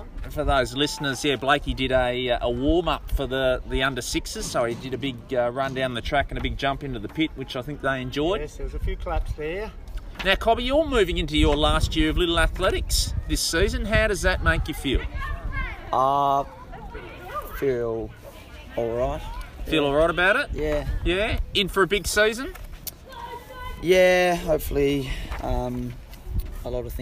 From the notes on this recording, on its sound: we head to the first come & try day of the season at the Domain Athletics Centre to soak up the sounds